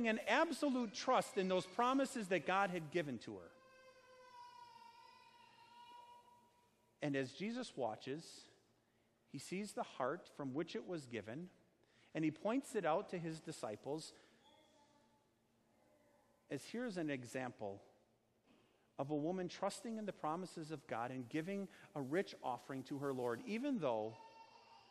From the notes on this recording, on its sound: Sermon preached on Sunday, August 25, 2019, at Our Savior Lutheran Church in Birmingham, AL.